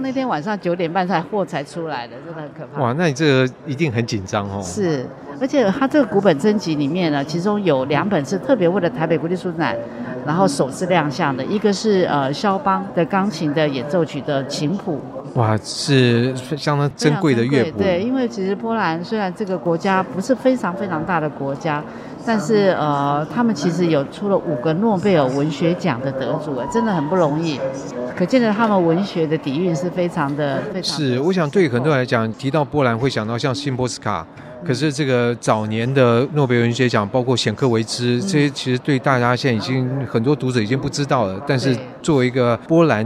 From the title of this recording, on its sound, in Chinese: 世貿中心現場報導